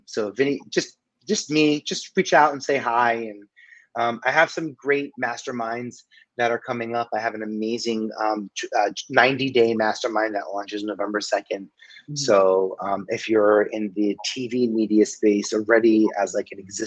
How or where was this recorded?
video call